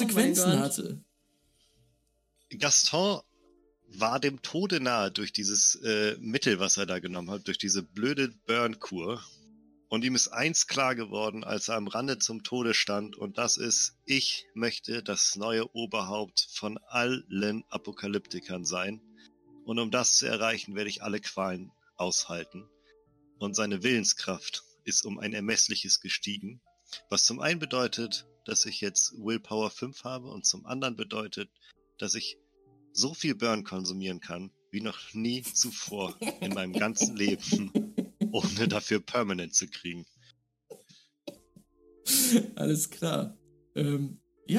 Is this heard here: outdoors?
no